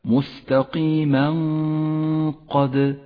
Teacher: التنوين وبعده حرف القاف التنوين نقف عنده بغنة زمنها حركتان ولذلك هو أخضر اللون إشارة إلى موقع الإخفاء والغنة والقاف لا